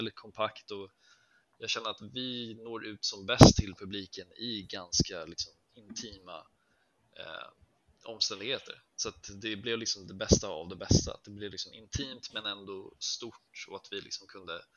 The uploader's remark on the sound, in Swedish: Vi ber om ursäkt för att ljudet inte är on point, men vi hade helt enkelt inte tid att fixa det och har precis bytt plattform för att spela in på.